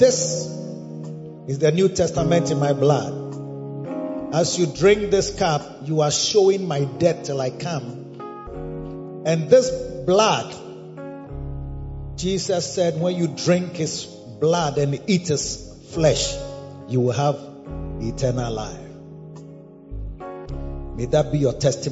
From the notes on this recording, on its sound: Preached at the Escape 2023 - The Makarios Cathedral, HQ